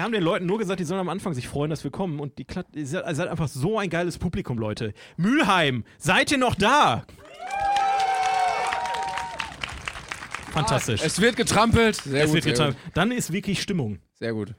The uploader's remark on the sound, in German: Jede Folge wird live vor Publikum aufgeführt